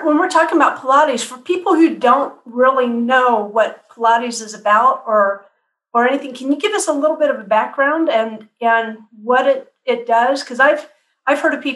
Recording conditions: video call